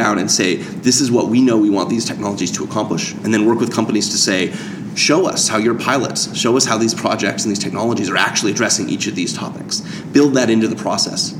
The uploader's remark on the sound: Live from TRB